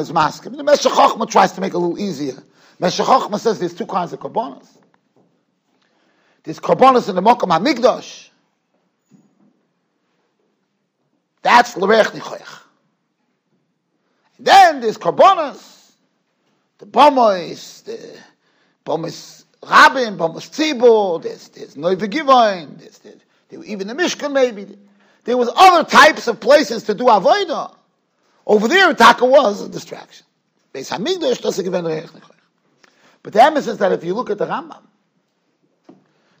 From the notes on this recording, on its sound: Shiur recorded in Yeshivas Ohr Reuven, Monsey NY.